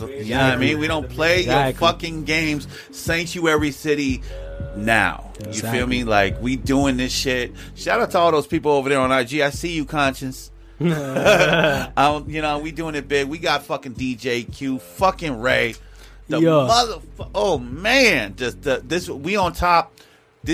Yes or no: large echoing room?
no